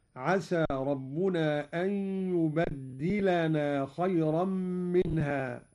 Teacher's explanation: قرأ قالون بتشديد الدال، هكذا عسى ربنا أن يبدلنا خيرا منها، على التكثير.